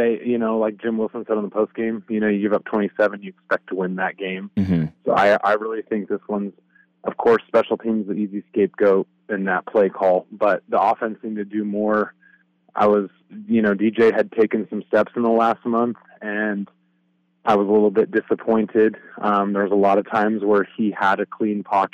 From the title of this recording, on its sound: Arizona Postgame Call-In Show